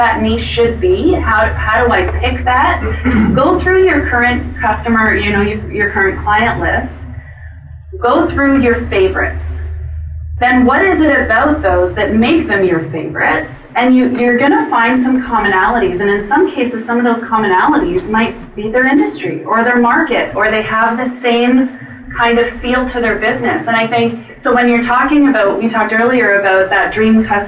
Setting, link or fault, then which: setting, busy venue